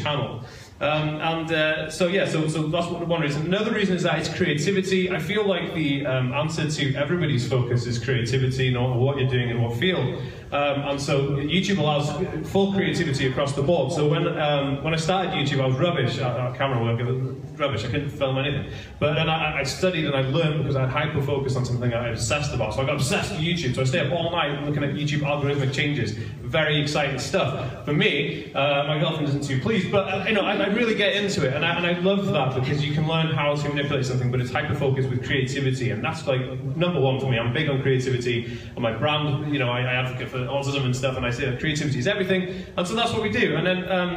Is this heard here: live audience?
yes